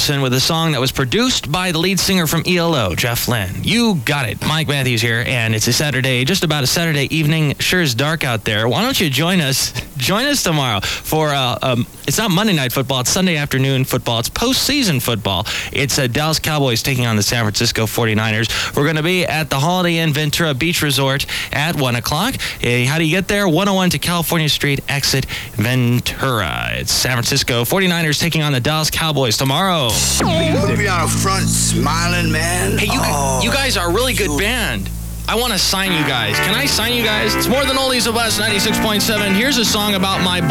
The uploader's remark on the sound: Podcasts live from Café Anyway.